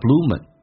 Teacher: Bloom 跟 and 有一个连音叫 bloomin，因为 and 可以说成 n